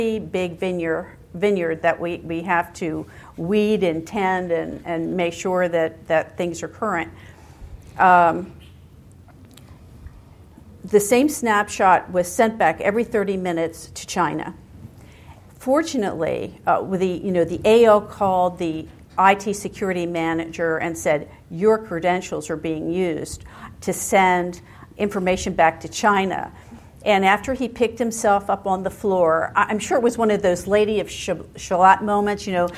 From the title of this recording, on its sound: LIVE at the ABA Annual Meeting